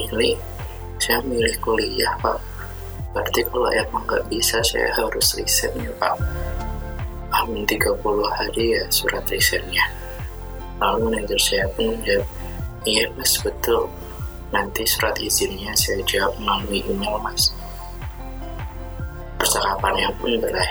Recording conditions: poor sound quality